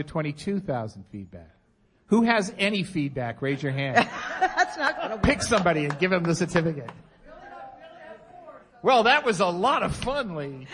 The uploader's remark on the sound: Live from eBay Open 2018 at Mandalay Bay in Las Vegas, NV: audience participation and party favors. Members of our live audience shared their best 1-minute selling tip.